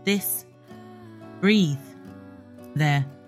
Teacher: the voiced th vibrates in your throat